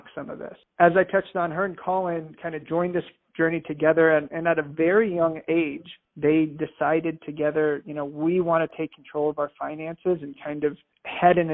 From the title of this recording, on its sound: Phone Audio